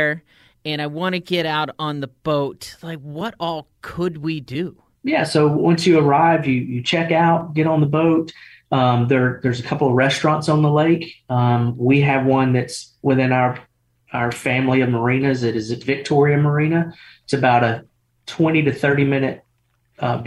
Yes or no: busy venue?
no